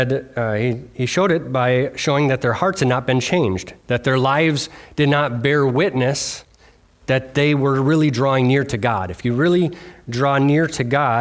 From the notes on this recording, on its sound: delivered on Sunday, February 18th, 2024 at Bible Center Church in Maiden Rock, Wisconsin